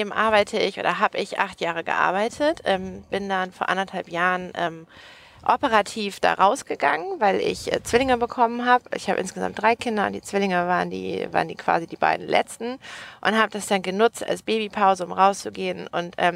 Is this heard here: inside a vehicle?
yes